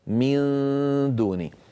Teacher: لما أصل إلى حرف الدال عندئذ أقرع بطرف لساني مخرج الدال، لا أضعه من أول، وإلا سوف أقول من دوني. · هنا ننبه إلى أمر، لما أنطق النون الساكنة عند الدال لا أقرع بطرف اللسان مخرج الدال، وإنما أجعله قريبا منها جدا · Term: إخفاء